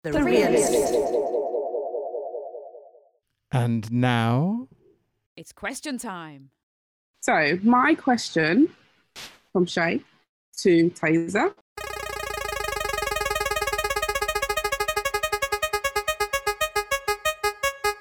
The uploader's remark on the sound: 'The Realist’ is a project conceived to explore bridging the distance between us during lockdown through audio. During our sessions (held via Zoom).